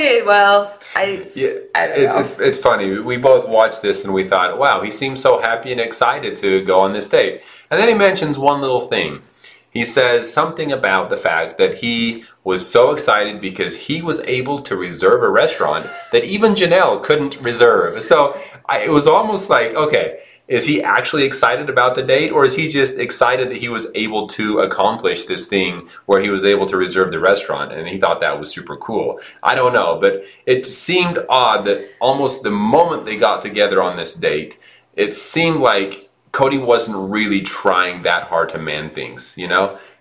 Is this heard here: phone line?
no